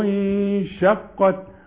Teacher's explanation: النون اللي بعدها الشين وهنا الغنة مرققة